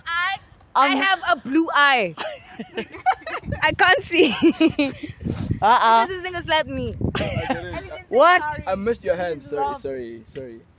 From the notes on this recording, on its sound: nevermind the bad feedback we got from the wind, the mic wasn't with us